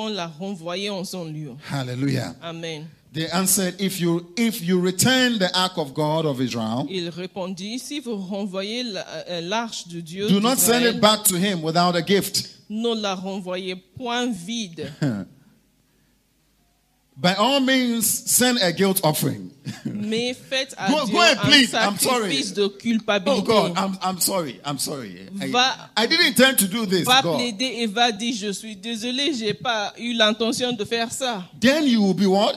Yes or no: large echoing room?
yes